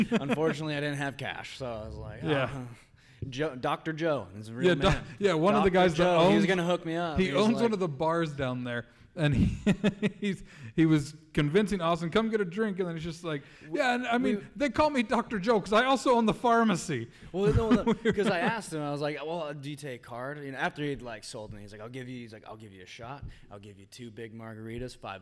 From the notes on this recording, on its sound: Today's episode is LIVE from 2018 San Diego Comic-Con! Took the show back to San Diego for our 4th year with our first panel exclusive!